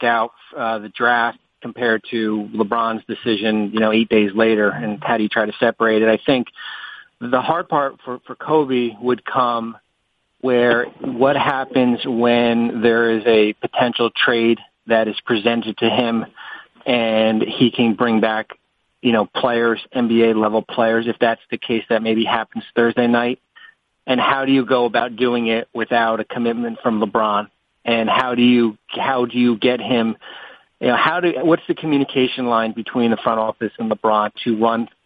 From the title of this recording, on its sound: Conference Call